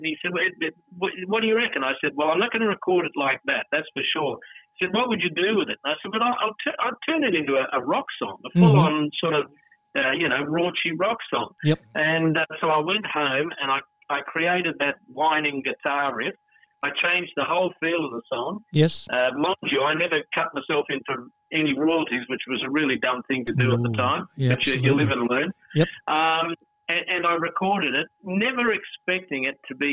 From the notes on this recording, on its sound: Phone Interview.